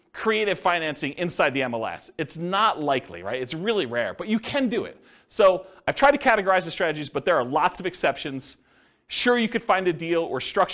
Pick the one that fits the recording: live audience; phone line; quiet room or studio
live audience